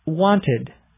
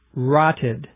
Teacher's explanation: Want ends in an unvoiced consonant, but when the consonant is T, then you use the ED. So with the T and the D, we have this UD or ID sound.